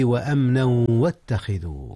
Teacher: جاء الإدغام مرة أخرى هنا يا أستاذنا، ولكنه بغنة لأن الواو من أحرفها